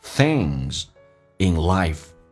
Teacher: 咬舌音 things,后鼻音舌尖往上指搭一下